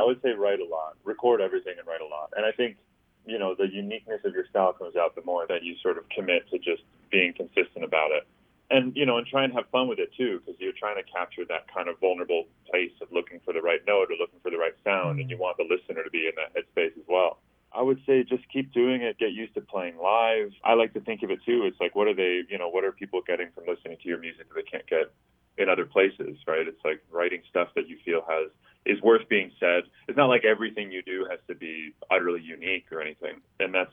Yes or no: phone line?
yes